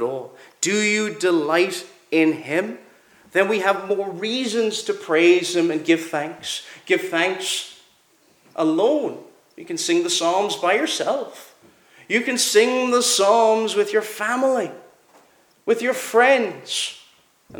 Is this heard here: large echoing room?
yes